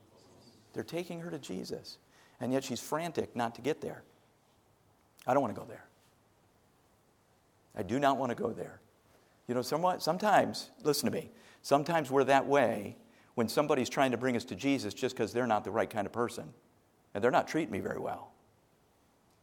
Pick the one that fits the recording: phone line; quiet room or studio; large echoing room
large echoing room